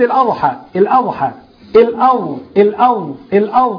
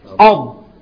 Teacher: ان حبس الصوت بتاع الضاد ده اللي احنا بنعمله نقول أض غلط، لانها مش حرف شديد، ده حرف رخو · Shown in: first take